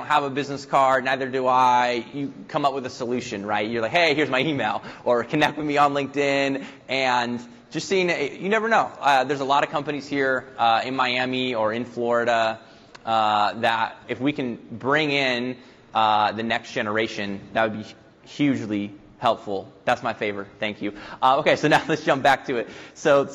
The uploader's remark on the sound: Panel discussion on The Future of Public Cloud Security: Emerging Technologies and Trends at Secure Miami. Audience Q&A.